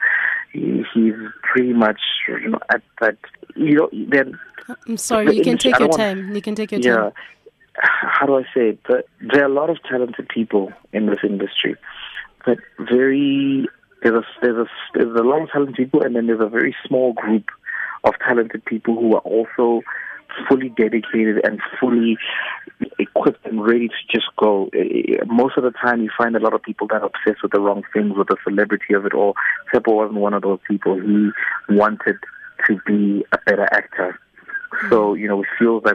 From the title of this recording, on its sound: Telephone interview